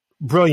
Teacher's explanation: You would minimize a consonant T that would be next to an N